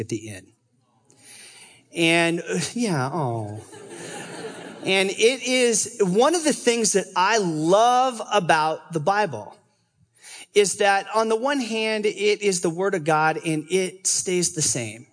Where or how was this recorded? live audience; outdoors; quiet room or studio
live audience